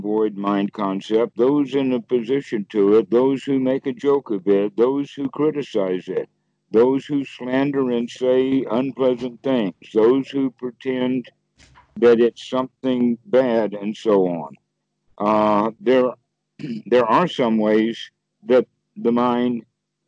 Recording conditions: video call